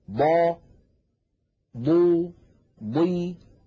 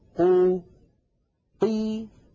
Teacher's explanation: يتجلى في الحرف المكسور، لما نقول مثلا ضا ضو ضي حتى عندما تكون الضاد مكسورة تكون ضخمة مفخمة تماما · Shown in: first take